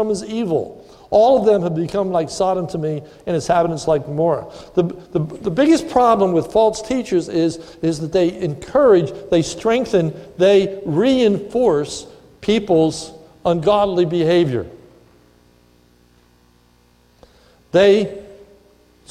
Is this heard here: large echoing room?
yes